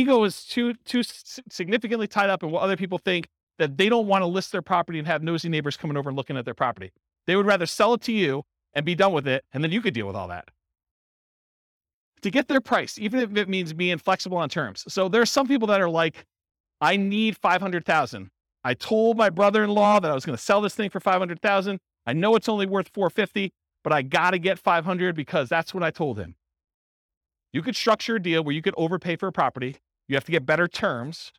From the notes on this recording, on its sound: This was a live class recorded